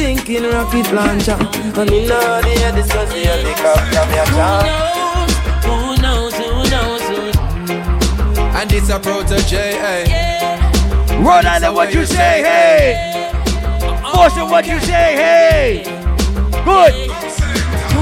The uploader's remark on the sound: Live audio recording from the Island Satudays launch on Saturday July 3rd in Providence, RI